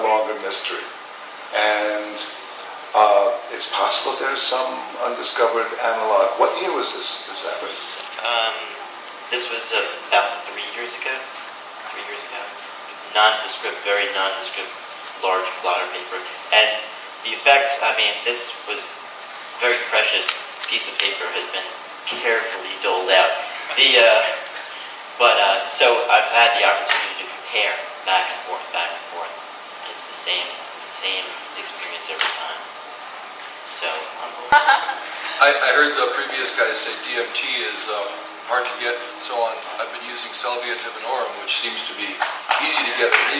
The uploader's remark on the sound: Palenque Norte lecture at Burning Man